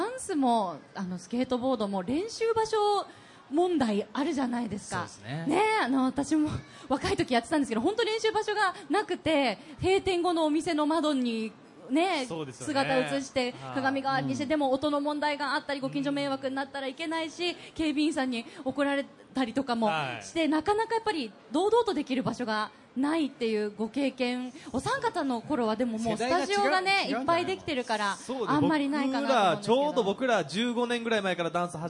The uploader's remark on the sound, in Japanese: 大阪・松原市での公開録音